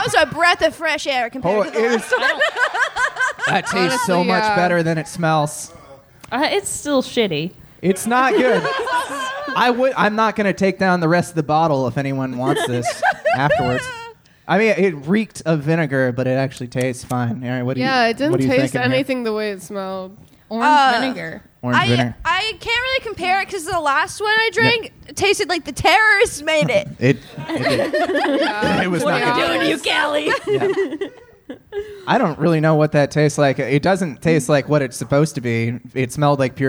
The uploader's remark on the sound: This live talk show is recorded in front of a human audience. At Chameleon in Northside, Cincinnati.